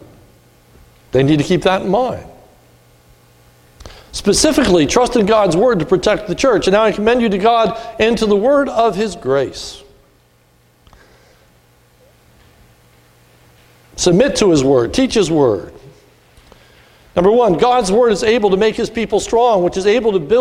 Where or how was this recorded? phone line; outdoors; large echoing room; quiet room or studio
large echoing room